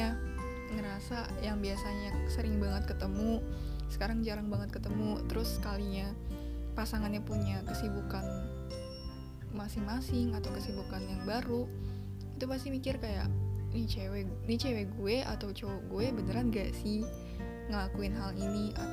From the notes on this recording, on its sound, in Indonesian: sorry kalo ada noise